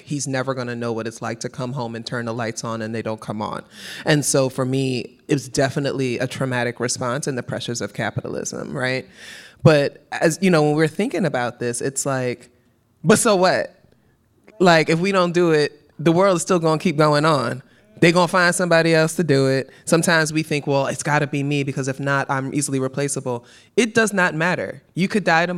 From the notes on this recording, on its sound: we are live from HBCU North Carolina A&T University